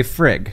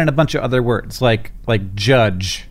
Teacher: But if you put that D in, I think most people who are accustomed to English would know that it's supposed to be pronounced frid. So it's a short I and a J sound rather than a G sound. · Shown in: second take